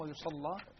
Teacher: ورش من بينهم يغلظ اللام كما هو معلوم